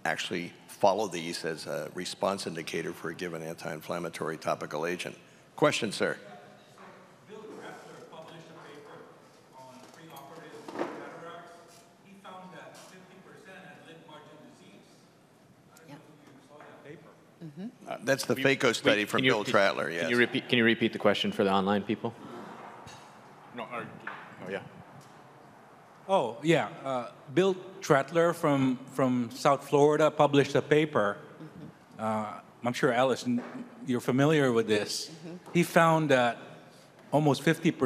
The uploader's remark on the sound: This content was captured during a live symposium.